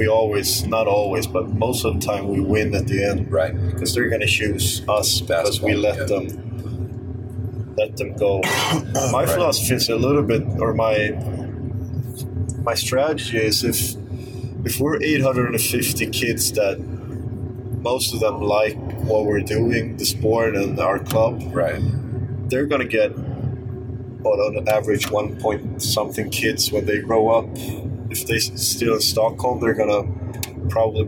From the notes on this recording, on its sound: Excuse the sound quality, we have a little bit of learning to do when it comes to car podcasts.